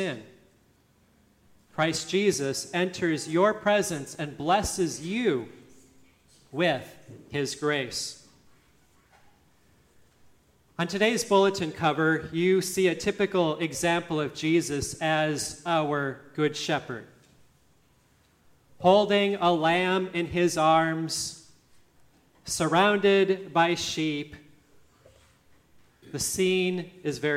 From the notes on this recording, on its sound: listening to the service at Grace Lutheran Church, Lexington, MO